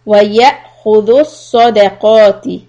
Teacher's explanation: So همزة سكون a little hiccup and صاد and قاف heavy sounds.